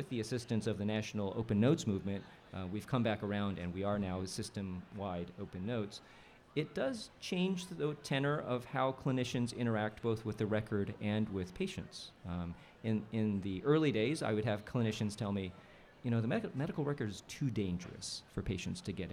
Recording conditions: live audience